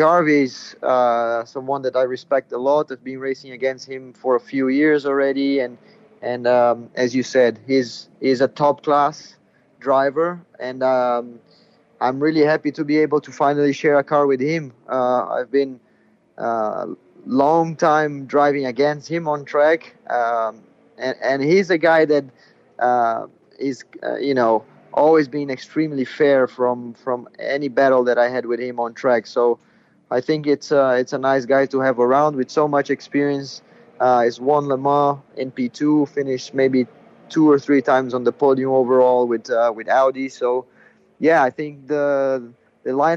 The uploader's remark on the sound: Inside The Sports Car Paddock. From the paddock of the ELMS season opener.